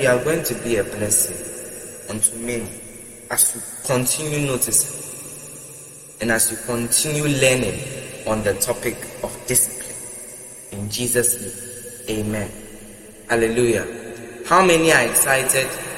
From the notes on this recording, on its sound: Preached at the Love Arena Gospel Encounter Service, LIVE at the Love Arena Church, Accra - Ghana.